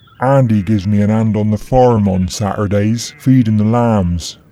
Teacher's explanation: In West Country accents, a can be heard even longer and more open than in GB.